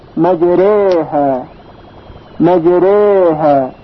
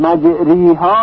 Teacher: یعنی الف به طرف یا میل پیدا میکنه و طوری تلفظ میشه که صدای اون نزدیک به یا شنیده میشه · Shown in: first take · Term: اماله